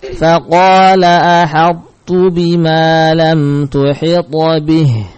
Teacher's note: huruf ta yang bertemu dengan ta maka terjadi idgham yang naqis, idgham yang tidak sempurna, ya, menyisakan sebagian dari sifat huruf ta yaitu sifatul itbaq atau ziyadatut tafkhim.